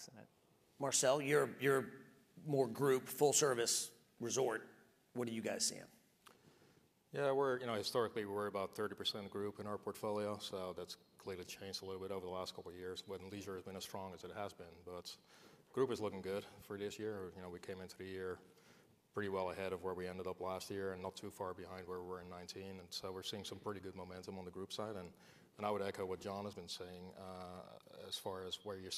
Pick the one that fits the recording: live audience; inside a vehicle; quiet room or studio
live audience